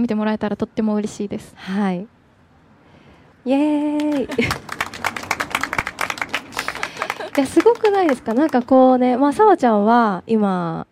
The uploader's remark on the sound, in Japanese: ZENIBAKO BASE公開収録!!今回は 小樽市銭函地区のカフェ「ZENIBAKO BASE」 で公開収録。2人のトーク&ミニライブの模様をお届けします!